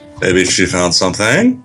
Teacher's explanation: That was a question, by the way. No descending cadence. It has to go up at the end.